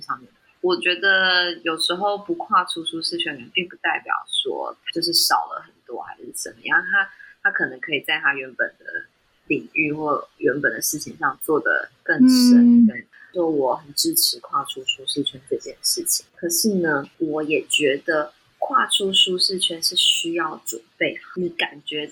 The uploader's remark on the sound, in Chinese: 當周錄音技術上有點小失誤，本集音質有些不佳請包涵～。